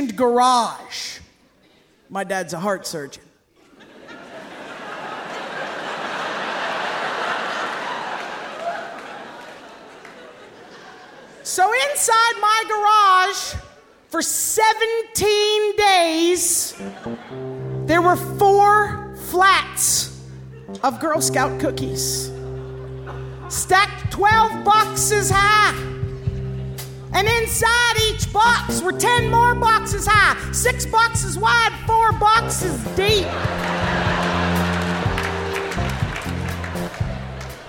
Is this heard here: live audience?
yes